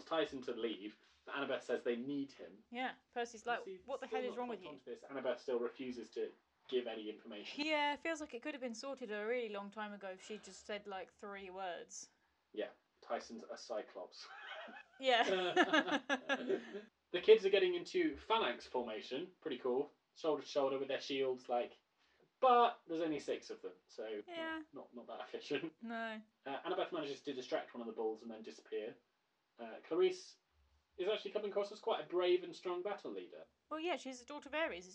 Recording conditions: poor sound quality